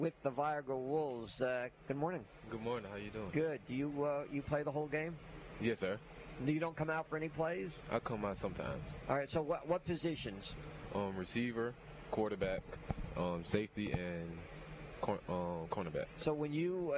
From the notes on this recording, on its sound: LIVE from the campus of Vigor High School!